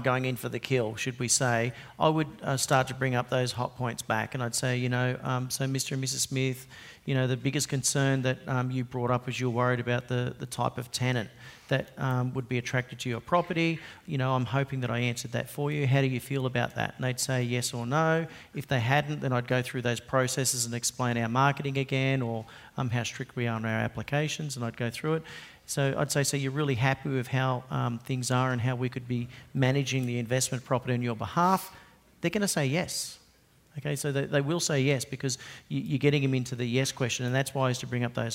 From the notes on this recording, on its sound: PM Grow Summit 2017 Panel. This was done as part of a live segment at the recent PM Grow Summit in West Palm Beach.